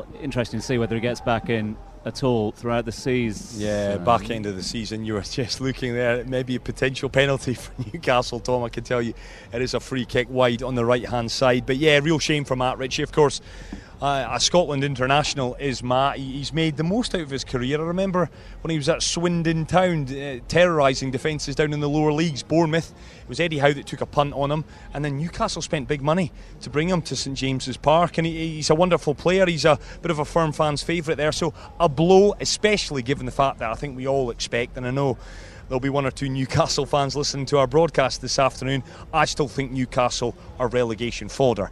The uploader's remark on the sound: From the rooftop garden of Barasti